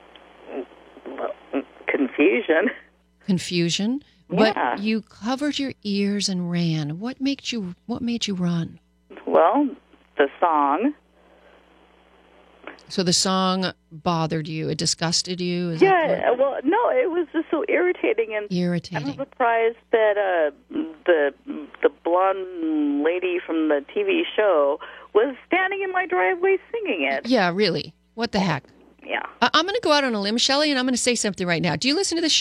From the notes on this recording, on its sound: listeners call